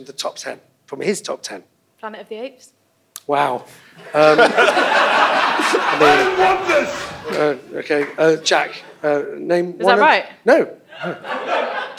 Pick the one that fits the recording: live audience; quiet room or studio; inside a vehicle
live audience